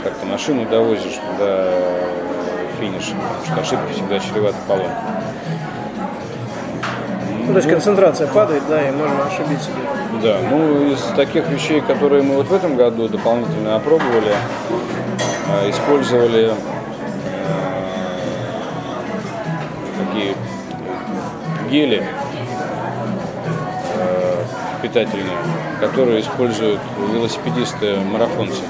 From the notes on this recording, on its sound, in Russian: Был записан в одном из московских кафе.